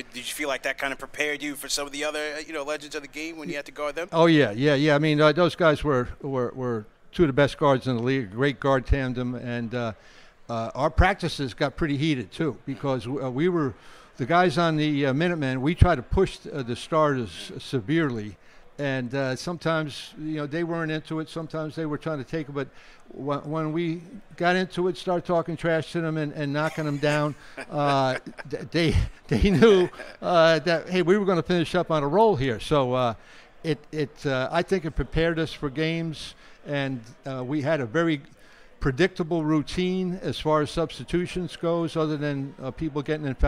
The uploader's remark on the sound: at the Knicks Legends Lunch at Clyde's Wine & Dine in NYC